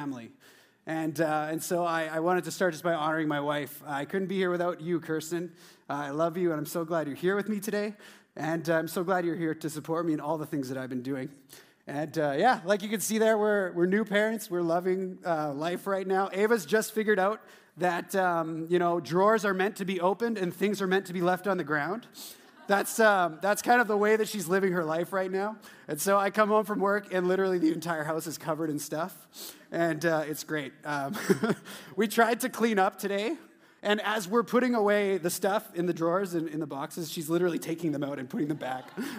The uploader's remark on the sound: at the Resurgence Edmonton Gathering on Saturday, February 9, hosted at Ellerslie Road Baptist Church